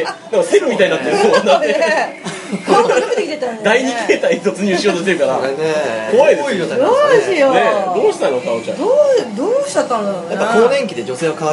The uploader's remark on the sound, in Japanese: 某ステーキハウスにてこっそり収録。閉店間際だってイイからイイから。